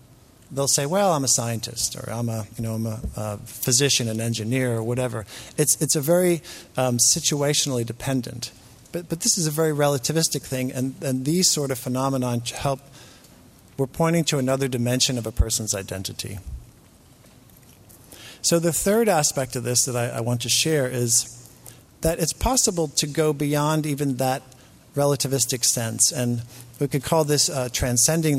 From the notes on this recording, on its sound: delivered these plenary talks as part of the Tibetan Medicine Conference on Mind-Body Health held at Harvard in October, 2017.